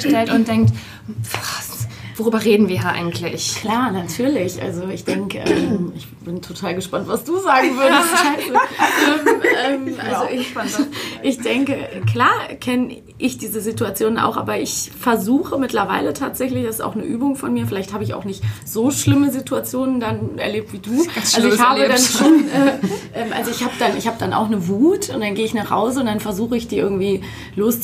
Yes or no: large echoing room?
no